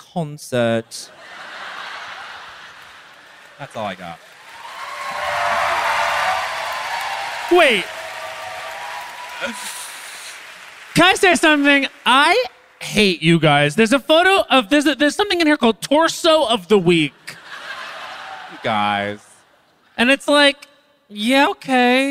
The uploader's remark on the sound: Recorded LIVE at Union Chapel in London, a true place of G*d.